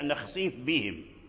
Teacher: ثم التقى مع الباء في قوله تعالى: بهم، إن نشأ نخسف بهم. فإذا نظرنا إلى الفاء والباء نجدهما متقاربين في المخرج، لأن مخرجهما جميعا من الشفتين